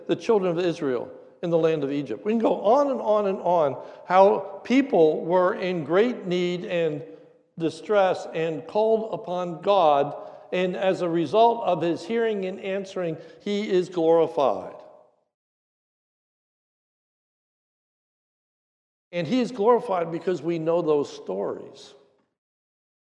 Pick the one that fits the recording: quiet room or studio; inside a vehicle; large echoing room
large echoing room